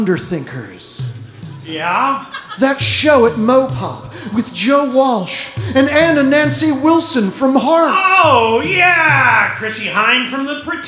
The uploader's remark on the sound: Recorded at the Forum at Town Hall Seattle on Dec 30, 2019.